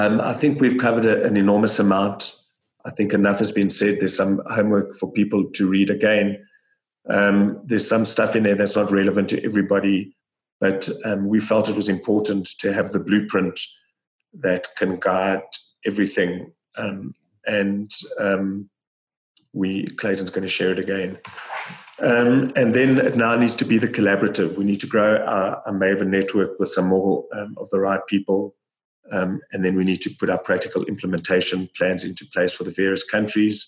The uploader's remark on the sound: Listen to the full online Zoom call.